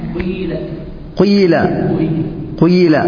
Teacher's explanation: يعني في الإشمام تبدأ بضم قليل، يعني ضمة لكن غير مشبعة، وبعدها كسرة